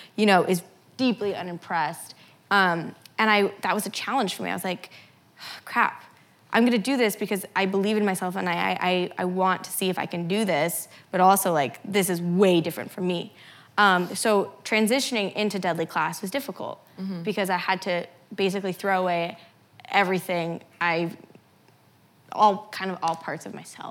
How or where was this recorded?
live audience